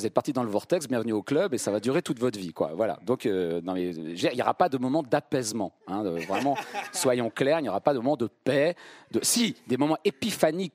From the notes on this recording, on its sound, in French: Enregistré en public à la Comédie, CDN de Reims.